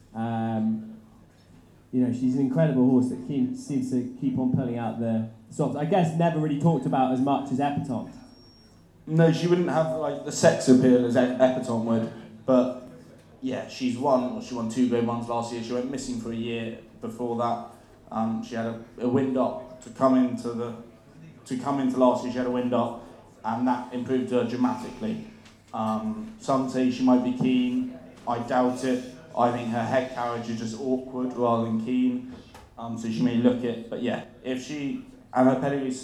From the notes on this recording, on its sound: the recording from our much-anticipated Cheltenham Preview live event